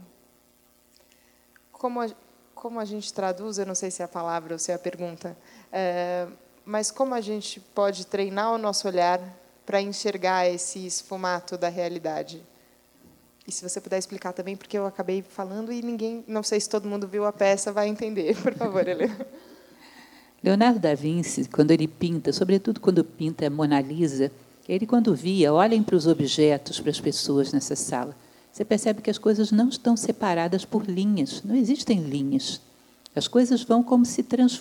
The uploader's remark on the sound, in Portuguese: primeira gravação com plateia do podcast Jornada da Calma